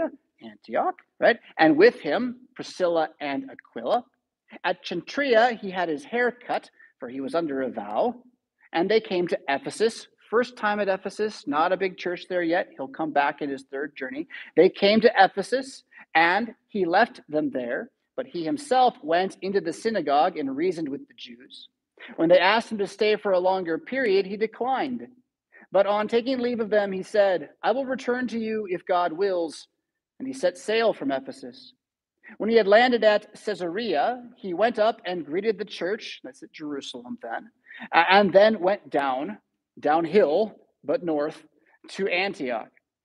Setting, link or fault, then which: setting, large echoing room